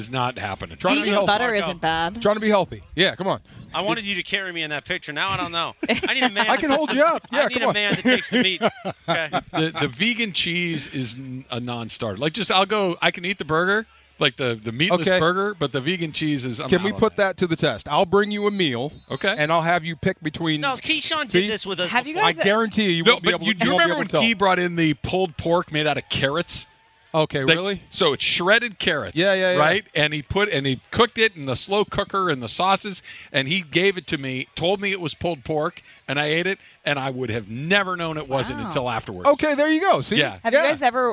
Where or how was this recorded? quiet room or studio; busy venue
busy venue